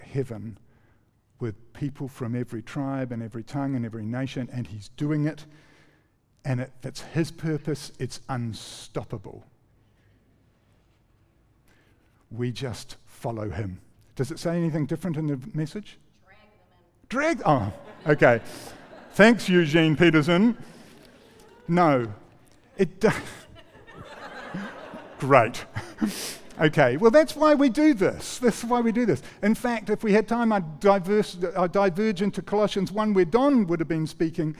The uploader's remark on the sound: recorded 5-11-23 PM gathering